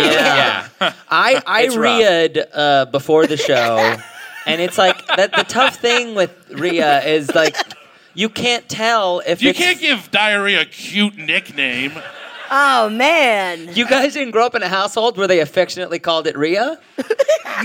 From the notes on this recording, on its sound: Recorded live at the Brea Improv.